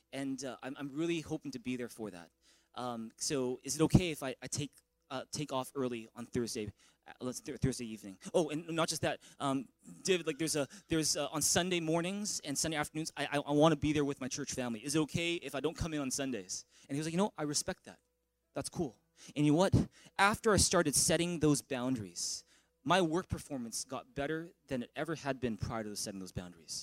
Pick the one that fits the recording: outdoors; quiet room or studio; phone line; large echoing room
large echoing room